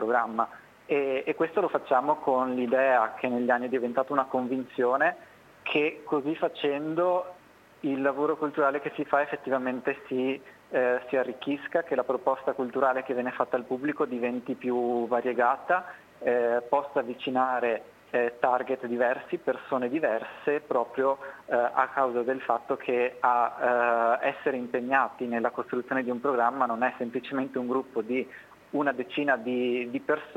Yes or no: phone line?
yes